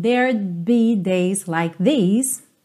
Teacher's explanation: There would be, tá contraído aqui, there'd be. E você quase não escuta esse D, que tá contraído, porque você já tá fechando os lábios para o som do B